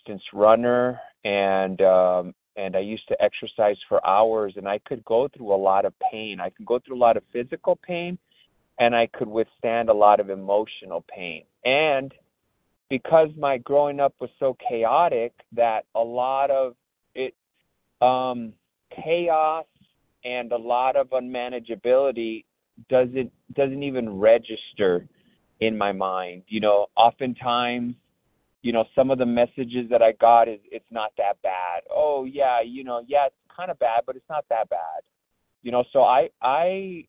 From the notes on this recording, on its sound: from the 100 Pounders Phone Meeting, 5/9/23